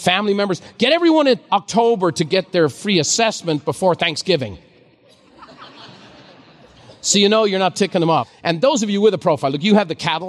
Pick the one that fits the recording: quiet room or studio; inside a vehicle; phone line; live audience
live audience